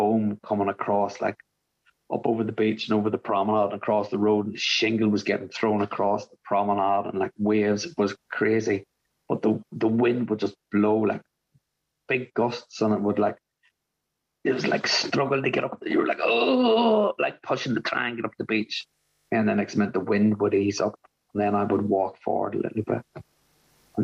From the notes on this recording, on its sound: a meeting from the Magical Mystery Tour zoom group held at the beginning of January of 2023